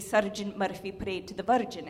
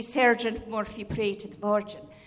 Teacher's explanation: we would think that, as Americans, that sounds Scottish because of the tapped R's · Shown in: first take